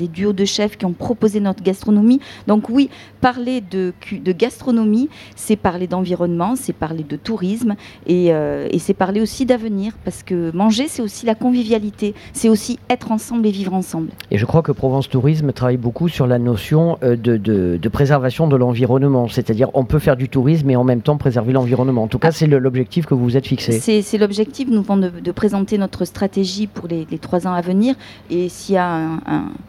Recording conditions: busy venue